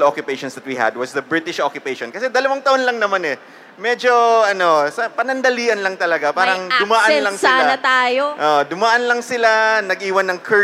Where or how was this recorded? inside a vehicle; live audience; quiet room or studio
live audience